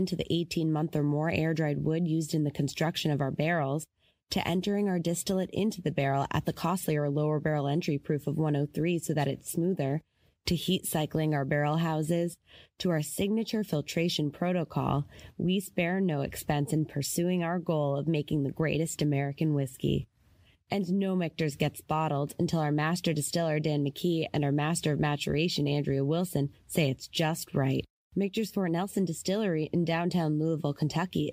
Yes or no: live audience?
no